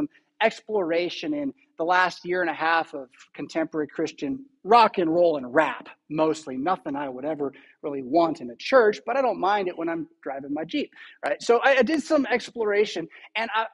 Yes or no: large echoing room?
yes